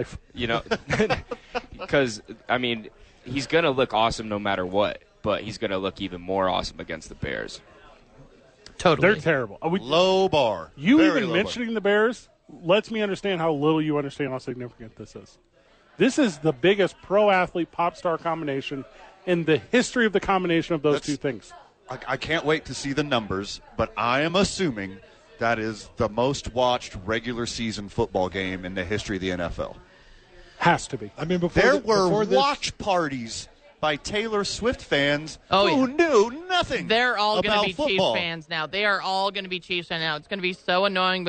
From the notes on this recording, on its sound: The bois are live from Howie's.